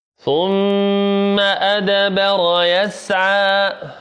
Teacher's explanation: عندنا الميم مشددة فيها غنة، قلنا الميم والنون إذا جاءت فيهما شدة وشددتا فهذه قاعدة دائما ما يكون فيهما غنة.